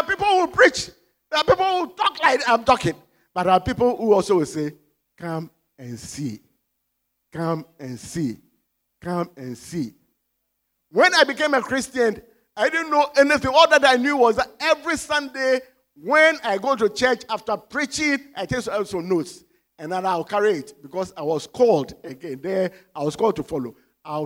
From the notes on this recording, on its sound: Sermon preached at CBC Shiashie Campus